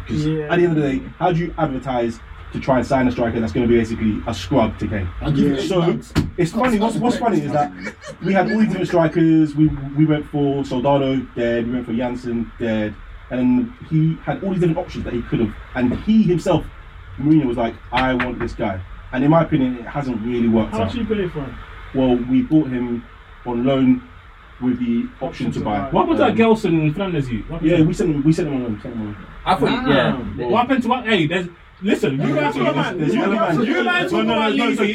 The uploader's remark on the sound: Once again sincerest apologies for the poor quality audio this week.